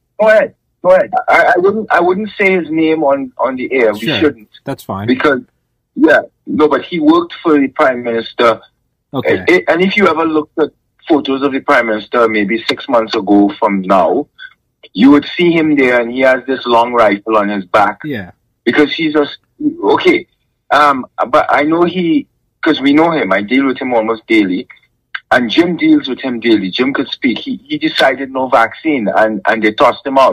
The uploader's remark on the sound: Truckers Call